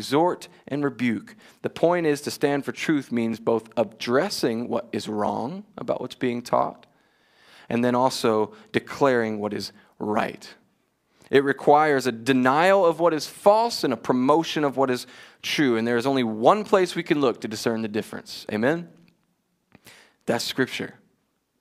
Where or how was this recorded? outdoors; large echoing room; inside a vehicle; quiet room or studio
large echoing room